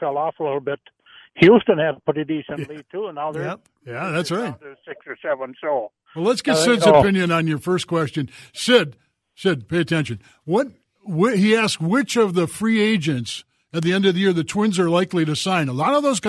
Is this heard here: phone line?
yes